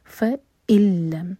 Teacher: نون کے بعد لام تو ادغام بغیر غنہ کے، نون کا ساؤنڈ نہیں آئے گا یہاں پر اور حمزہ پر کٹ آف ساؤنڈ.